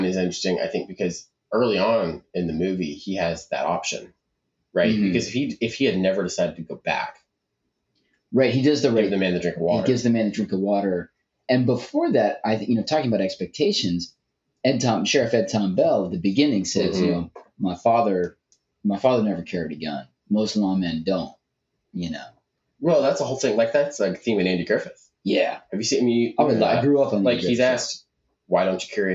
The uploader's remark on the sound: Get to record in person! Despite some lackluster audio quality.